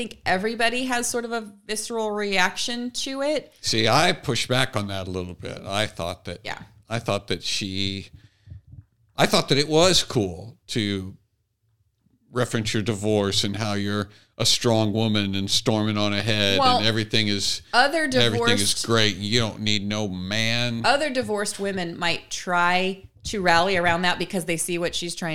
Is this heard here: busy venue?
no